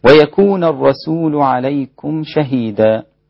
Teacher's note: راعي ترقيق السين في الرسول